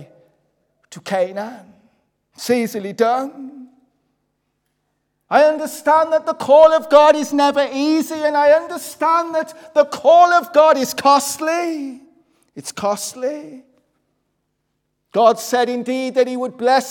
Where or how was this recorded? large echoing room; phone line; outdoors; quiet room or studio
large echoing room